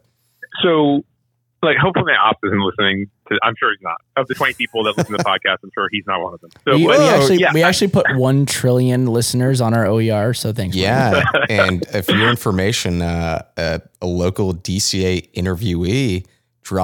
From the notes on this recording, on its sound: We get on the phone